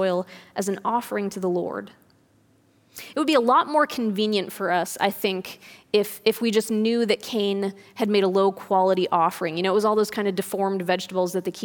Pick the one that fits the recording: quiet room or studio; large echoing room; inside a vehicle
large echoing room